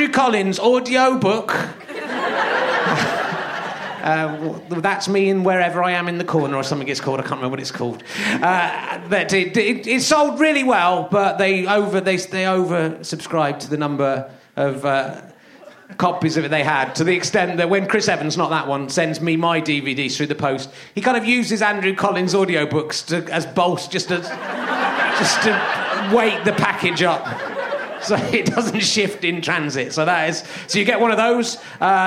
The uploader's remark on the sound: Leicester Square Theatre Podcast